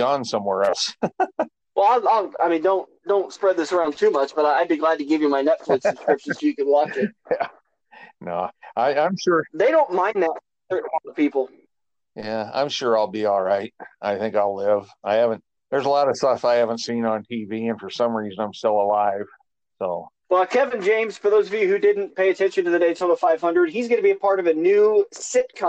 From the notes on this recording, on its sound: sorry for the terrible audio